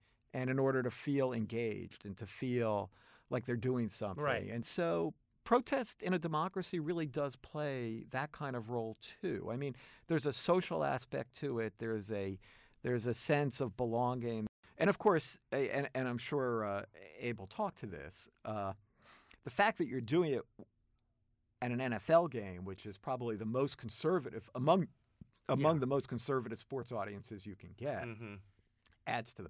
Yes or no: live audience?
no